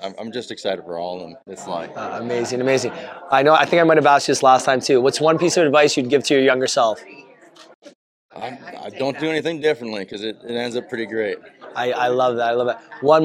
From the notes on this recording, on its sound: The Pal’s go LIVE at the CMAO Awards. While this was our first every live Q and A, we enjoyed chatting with winners, nominees and presenters such as.